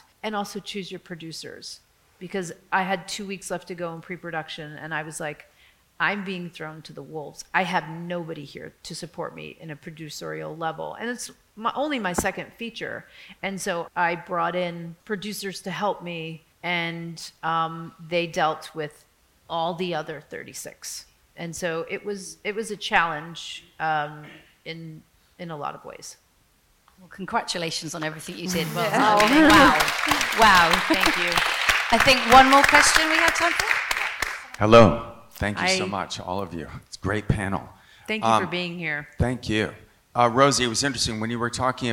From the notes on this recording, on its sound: Evolution Mallorca International Film Festival 2023. Another panel featuring four high profile panellists. On stage at the Sala Rivoli in Palma. In this recording of that event.